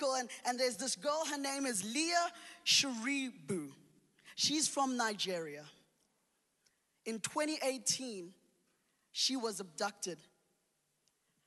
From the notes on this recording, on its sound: Recorded live on Sunday the 3rd October 2021